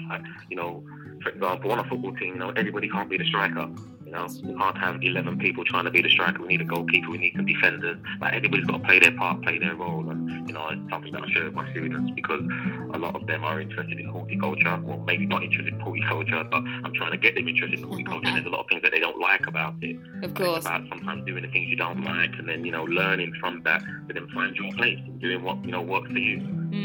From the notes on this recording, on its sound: joined live on the line from Amsterdam